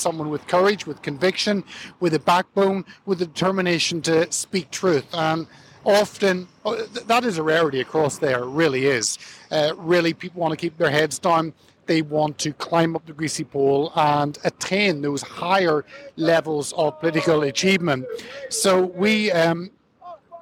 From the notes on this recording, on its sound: his message afterwards to the supporters gathered outside in Parliament Square